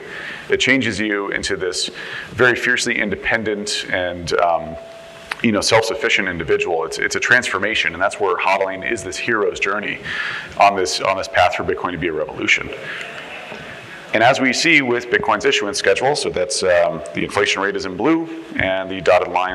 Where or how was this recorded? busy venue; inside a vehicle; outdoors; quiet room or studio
busy venue